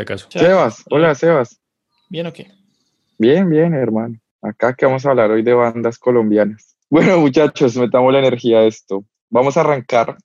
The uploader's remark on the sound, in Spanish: En línea, desde Bogotá - Colombia.